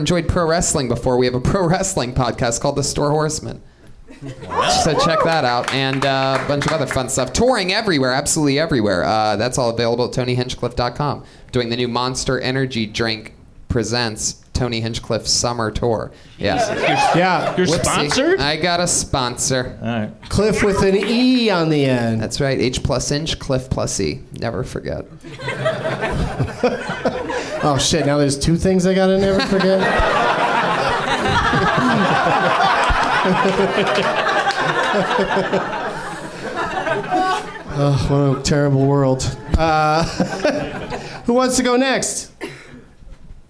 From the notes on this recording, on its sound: Live from the NerdMelt Showroom in LA